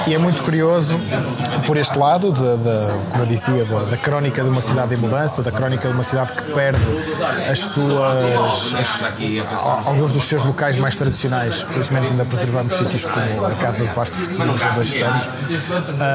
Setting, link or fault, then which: setting, busy venue